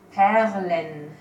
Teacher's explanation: And I think it's interesting that you actually pronounce the R there with the tongue.